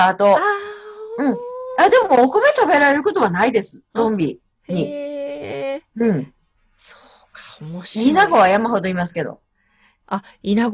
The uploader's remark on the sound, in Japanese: Zoom収録